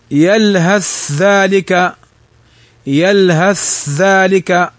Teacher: قال وكذلك الثاء في الذال نحو قوله يلهث ذلك، هذا متجانسين. ونلحظ أن الأول ساكن والثاني متحرك، يلهث ذلك، يلهث ذلك بلا غنة، أدغمناه هنا بلا غنة